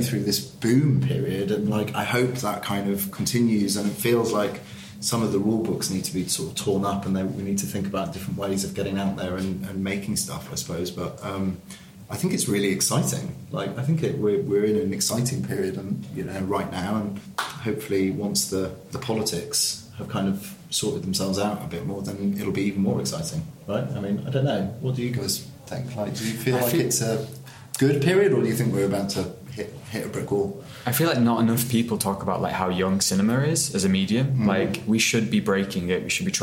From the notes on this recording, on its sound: London Film Festival Live. We come live to you from the gallery at Oxo Tower.